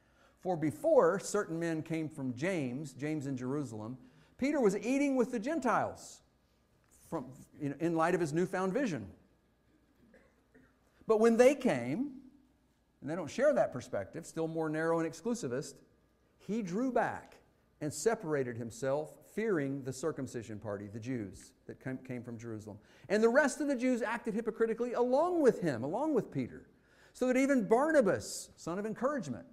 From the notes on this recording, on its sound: Fuquay-Varina church of Christ sermon audio.